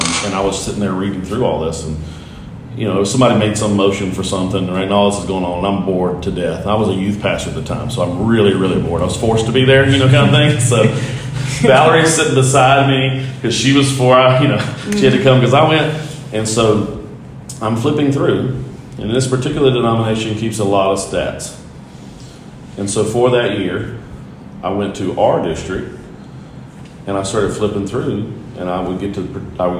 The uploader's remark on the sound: This conversation was recorded on an iPhone in the Dominican Republic.